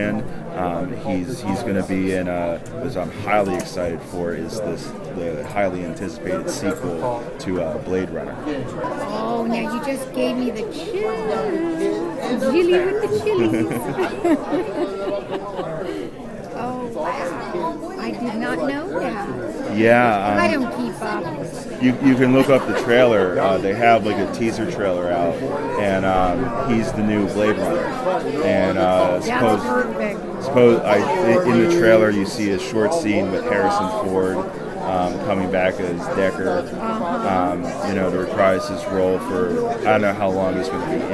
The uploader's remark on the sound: Live At Pittsburgh's Horror Realm Con